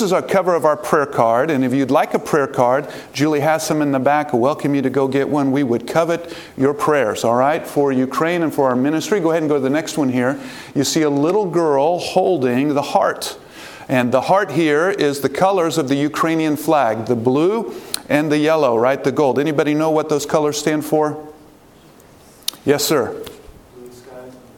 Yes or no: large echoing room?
yes